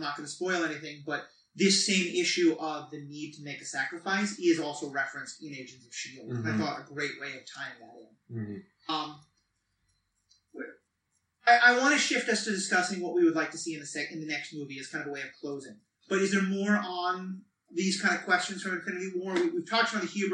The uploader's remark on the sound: We recorded this episode live again, which led to a great discussion, but also caused some sound issues. It is still not up to our normal standards.